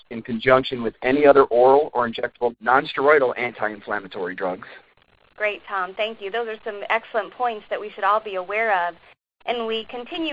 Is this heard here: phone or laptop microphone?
no